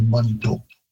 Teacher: it would be more like a short ah in Cree, so mando. And again, also Manitou, all three syllables are being placed in the English pronunciation, whereas in Cree, it would be very common to sort of reduce that middle syllable right out of there.